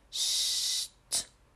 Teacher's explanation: Door eerst het lange geluid van de s te maken en daarna de t erachteraan, gaat de t vaak ook al meteen goed. De t zit namelijk bijna op dezelfde articulatieplaats in de mond als de s.